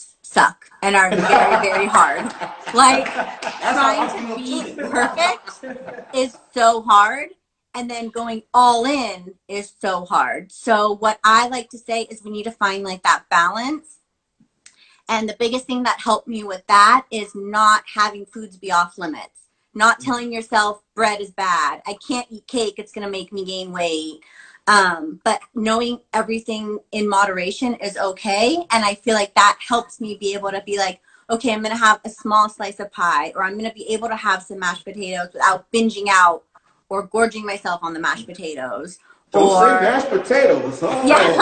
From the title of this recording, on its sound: Instagram Live Interview with ….